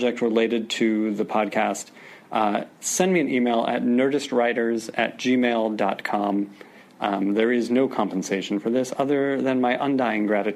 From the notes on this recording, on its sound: Recorded at Barnes & Noble in Union Square, NY, on January 6, 2014.